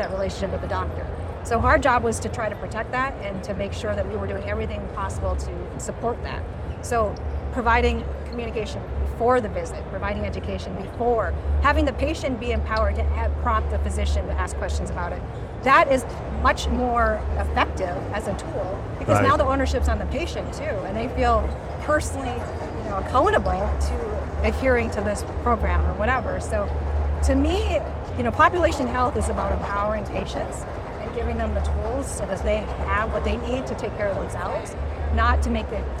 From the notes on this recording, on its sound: live from HIMSS 2023